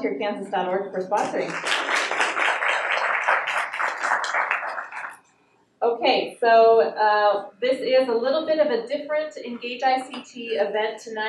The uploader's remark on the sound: Reporters from KMUW News were on hand to share their experiences with community volunteers and to field questions from the audience.